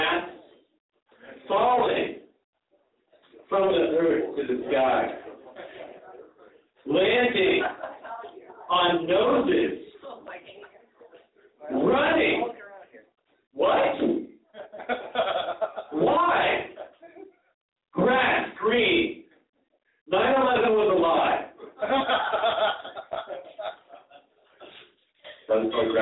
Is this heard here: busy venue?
yes